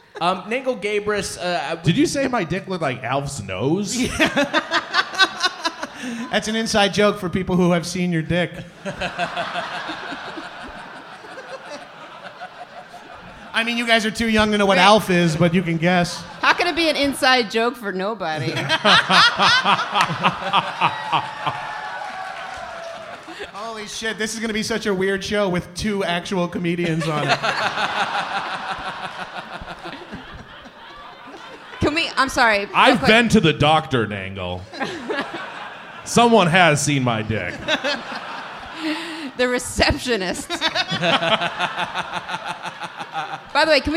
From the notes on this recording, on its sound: Recorded live at the Logan Square Auditorium in Chicago, IL.